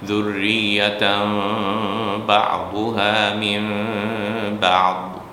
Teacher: দুর্রিয়াতান, তারপরে বা যখন আসে তাহলে তানটাতে নুন দিয়ে শেষ হয়, কিন্তু যেহেতু নুনের পরে বা আছে ওটা আমরা মিম করে দেবো · Term: ইকলাব